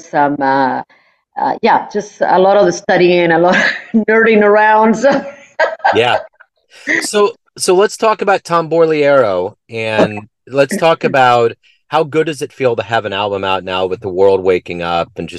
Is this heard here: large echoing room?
no